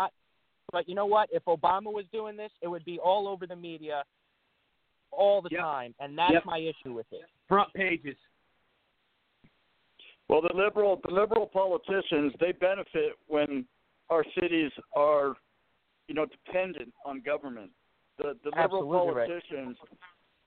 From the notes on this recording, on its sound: calls